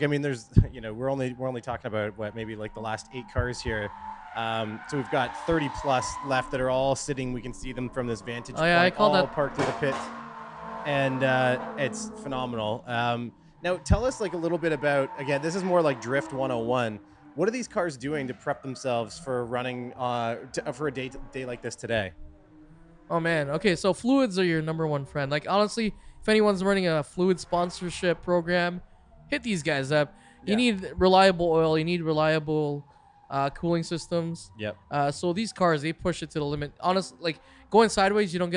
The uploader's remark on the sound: I'm live on location at Drift Jam